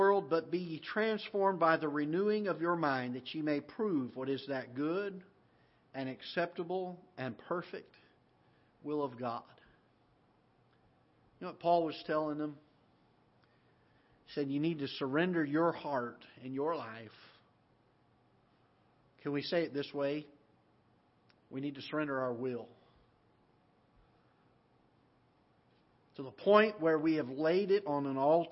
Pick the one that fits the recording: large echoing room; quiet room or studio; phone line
large echoing room